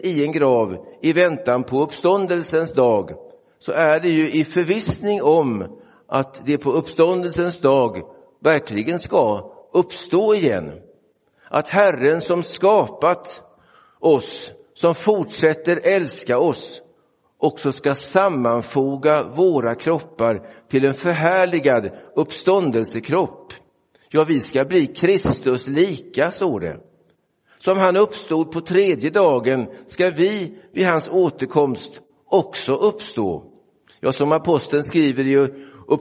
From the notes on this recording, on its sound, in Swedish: Inspelad i Roseniuskyrkan den 5 november 2023.